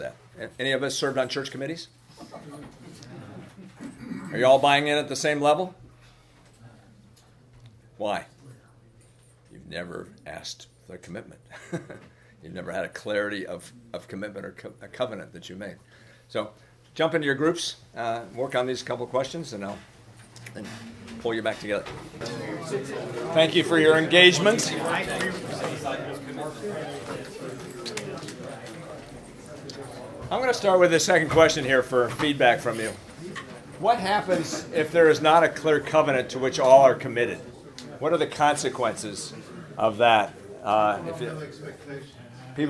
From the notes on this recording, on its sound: The following audio comes from the National Disciple Making Forum by Discipleship dot org. Global Discipleship Initiative hosted a track called “The Power of Micro Groups to Transform and Multiply Disciples.”